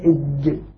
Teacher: فلما ننطق بها من وسط اللسان نخرجها حرفا مجهورا وحرفا شديدا فيه انحباس في الصوت · Term: الجيم